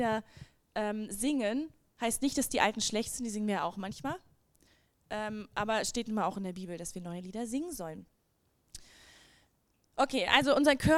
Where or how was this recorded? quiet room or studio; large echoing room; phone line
large echoing room